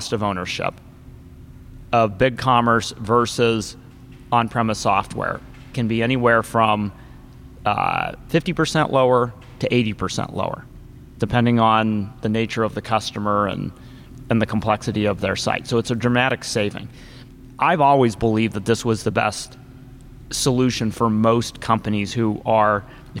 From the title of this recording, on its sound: Live from ShopTalk